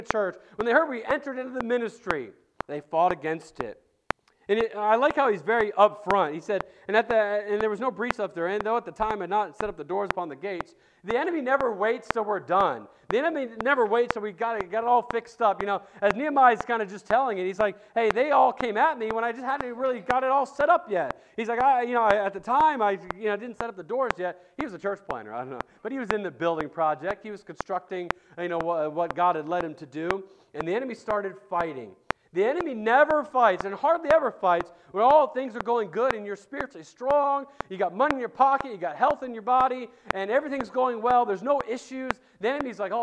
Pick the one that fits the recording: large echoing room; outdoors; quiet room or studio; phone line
large echoing room